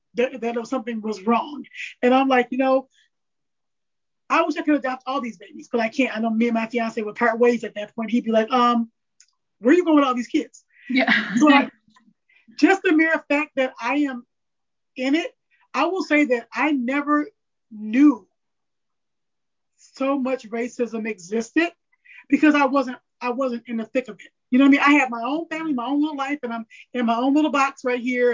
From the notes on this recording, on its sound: This is our 2nd virtual recording, be kind.